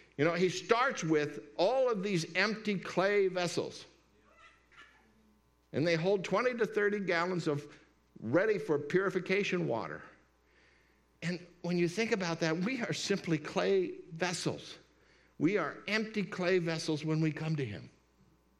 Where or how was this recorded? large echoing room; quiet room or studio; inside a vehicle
large echoing room